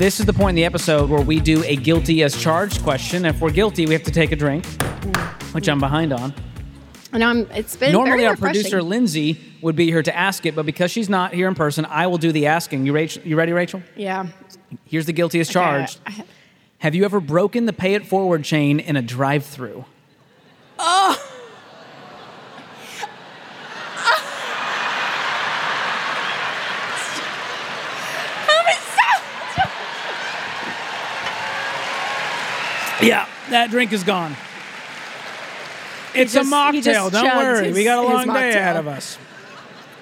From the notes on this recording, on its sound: LIVE From Dallas. From the SMART Conference stage in Dallas, Texas.